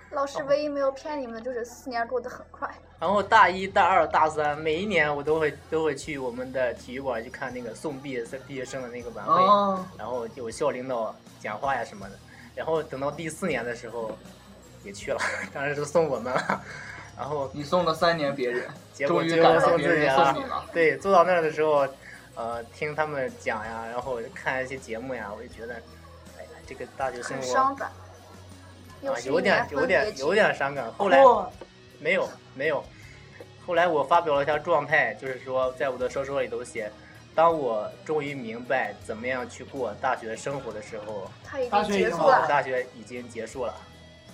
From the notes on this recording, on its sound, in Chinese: 由于场地条件限制，被迫改到咖啡厅，现场效果依旧不理想